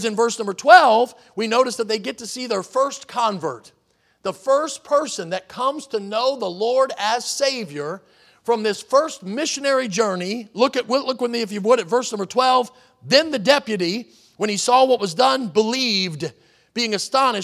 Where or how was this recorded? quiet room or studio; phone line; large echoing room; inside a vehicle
large echoing room